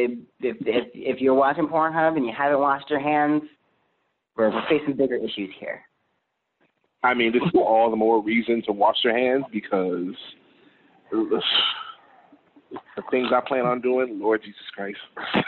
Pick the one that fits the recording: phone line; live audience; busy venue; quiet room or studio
phone line